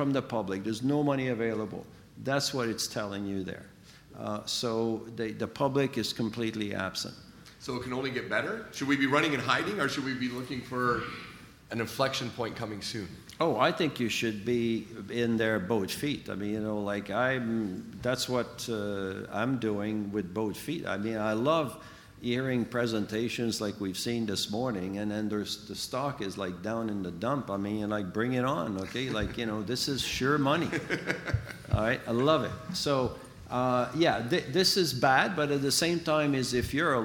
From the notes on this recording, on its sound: We travel to the heart of London to bring you this week's episode. This exclusive interview is recorded live at the Northern Miner's Canadian Mining Symposium held in late April in Canada House at Trafalgar Square.